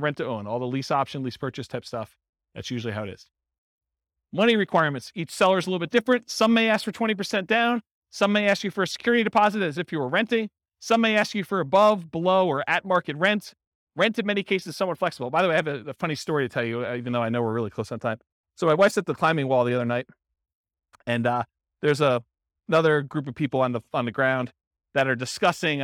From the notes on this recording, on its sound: This was a live class recorded. Burlington, Vermont.